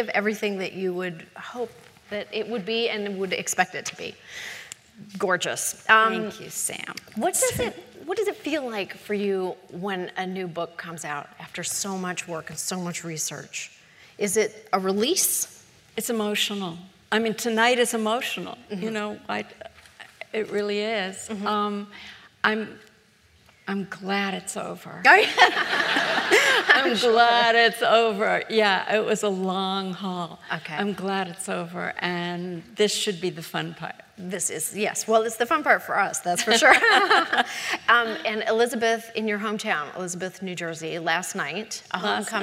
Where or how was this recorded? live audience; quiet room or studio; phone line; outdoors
live audience